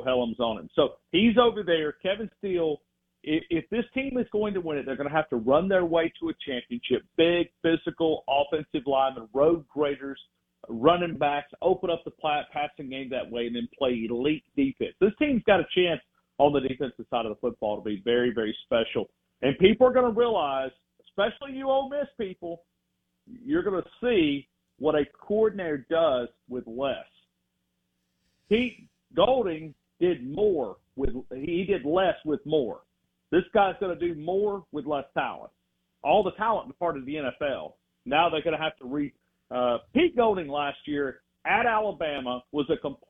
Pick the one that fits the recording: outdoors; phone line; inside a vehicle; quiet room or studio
phone line